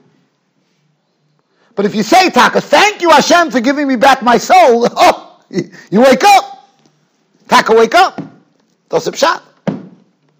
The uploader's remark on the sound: Shiur recorded in Yeshivas Ohr Reuven, Monsey, NY.